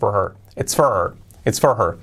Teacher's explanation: Incluso a veces podemos la H, esa de her, hacerla muy suavecita